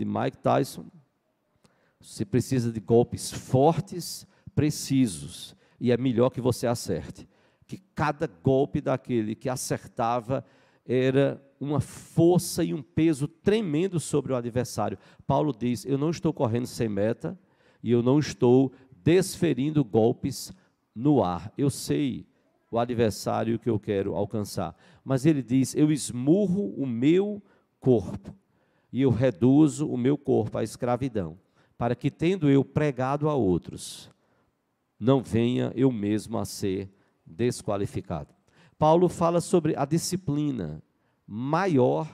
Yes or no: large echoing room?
yes